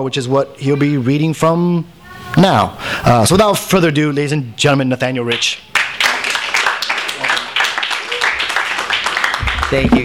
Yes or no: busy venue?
yes